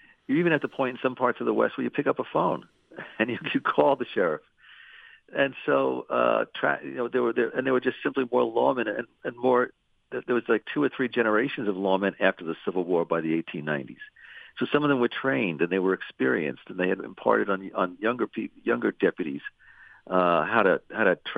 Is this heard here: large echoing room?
no